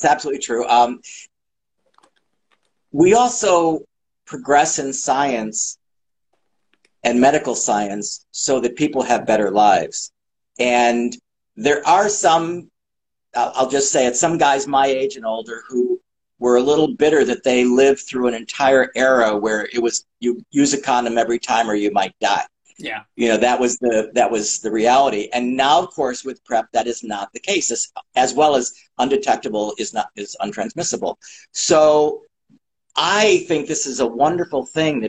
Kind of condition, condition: link, video call